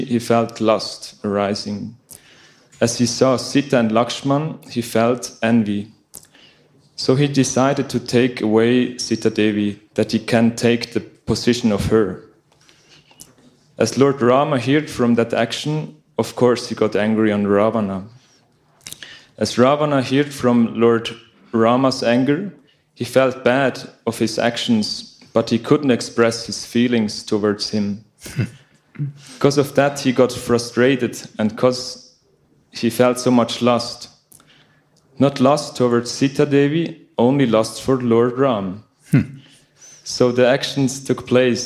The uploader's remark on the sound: Recorded during Bhakti Retreat 2023 in Kientalerhof/Switzerland